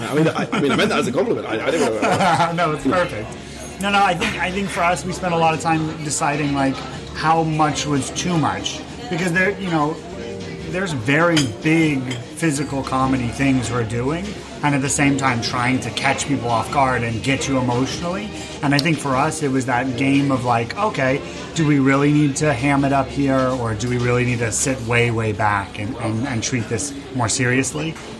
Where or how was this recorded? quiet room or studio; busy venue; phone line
busy venue